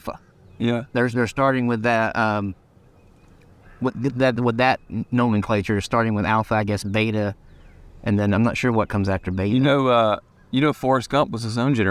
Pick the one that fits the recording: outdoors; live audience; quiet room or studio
outdoors